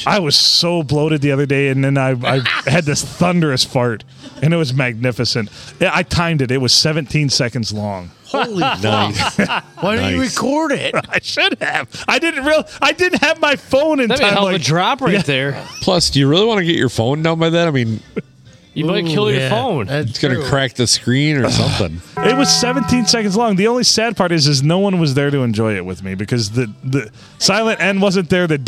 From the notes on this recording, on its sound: Recorded under a cloud at Thumbs Up in lovely downtown Croswell.